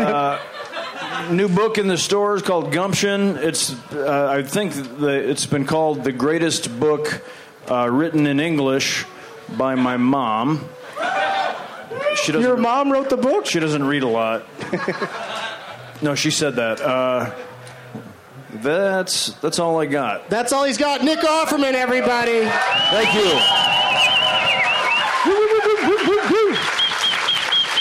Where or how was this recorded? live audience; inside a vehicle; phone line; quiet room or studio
live audience